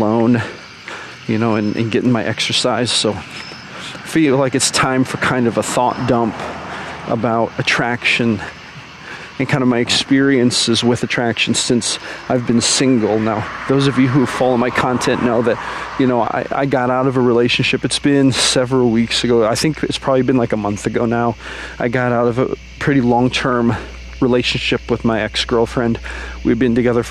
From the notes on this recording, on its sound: recorded while I was out on a walk